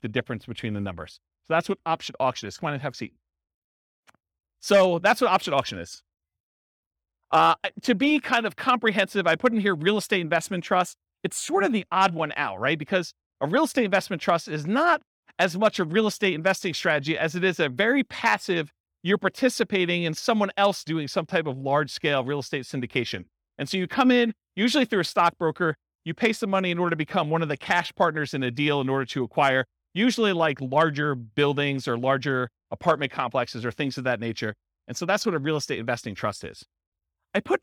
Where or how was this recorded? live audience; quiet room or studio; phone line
live audience